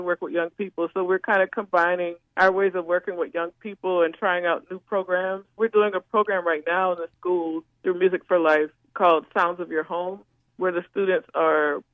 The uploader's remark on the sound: joins us by phone.